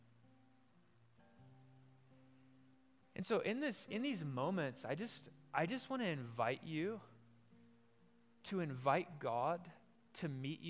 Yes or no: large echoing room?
yes